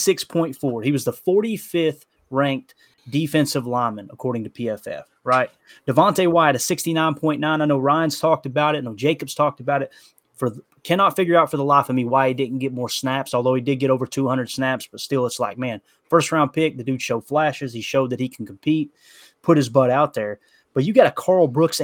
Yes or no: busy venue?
no